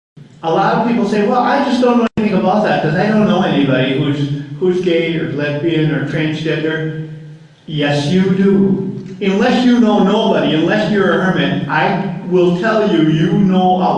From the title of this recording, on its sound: A Live Presentation